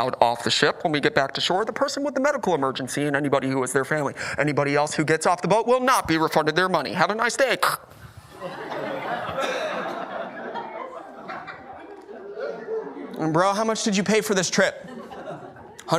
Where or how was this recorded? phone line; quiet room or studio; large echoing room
large echoing room